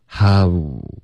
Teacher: 所以大家要发成哈。哈哈笑的哈，然后再嘟嘴 how · Term: 双元音